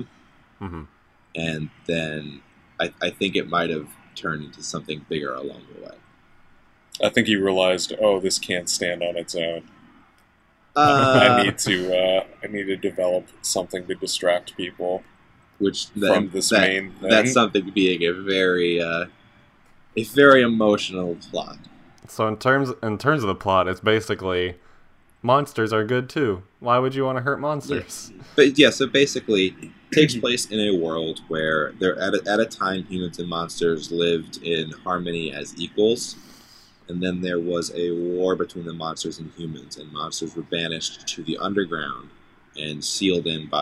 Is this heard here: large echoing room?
no